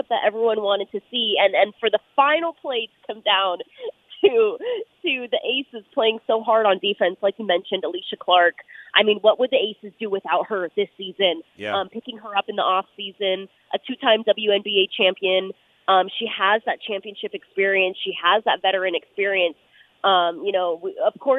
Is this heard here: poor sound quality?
no